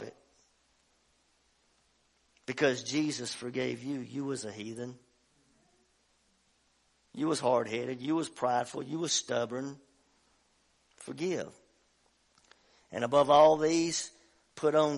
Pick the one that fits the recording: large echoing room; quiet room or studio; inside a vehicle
large echoing room